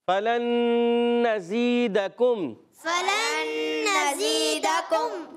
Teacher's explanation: نون ساکن بعد دوسرا نون، ادغام مال غنہ کا قاعدہ ہوگا، ایک الف کا غنہ کریں گے